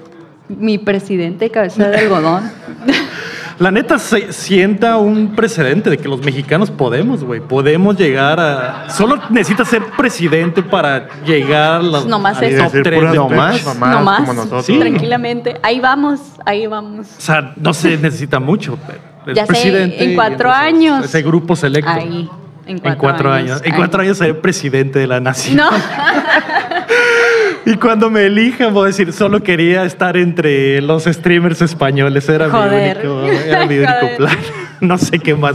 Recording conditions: live audience